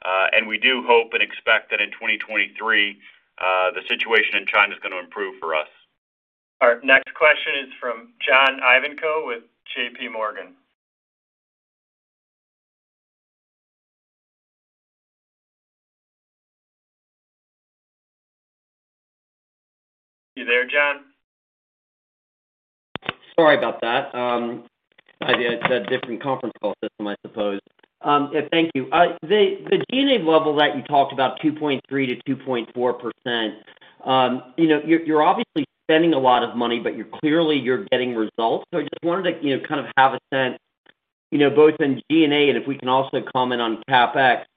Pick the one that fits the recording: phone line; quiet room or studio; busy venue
phone line